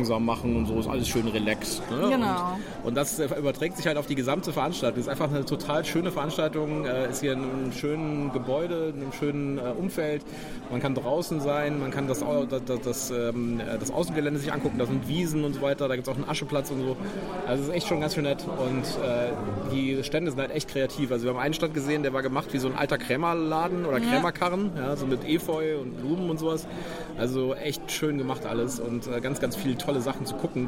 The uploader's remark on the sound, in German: Wir waren auf dem FeenCon 2023 in Bonn und haben uns diese altehrwürdige Veranstaltung angesehen. Wir berichten Live vom Veranstaltungsort.